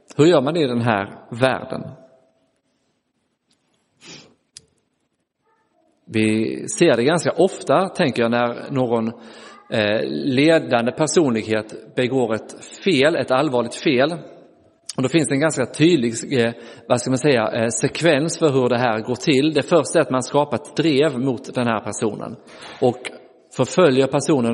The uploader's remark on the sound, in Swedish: Inspelad i Roseniuskyrkan den 30 april 2023.